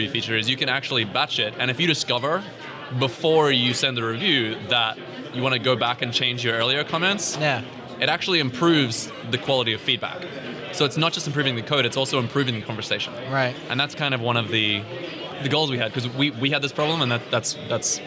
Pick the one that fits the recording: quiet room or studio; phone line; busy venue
busy venue